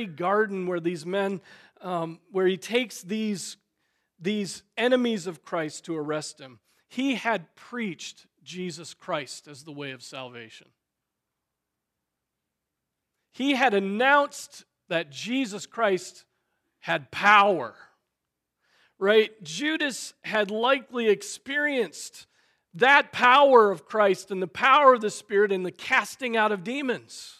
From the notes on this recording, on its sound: Preached on June 11, 2023 at Trinity Presbyterian Church ( Evangel Presbytery ) in Spartanburg, SC.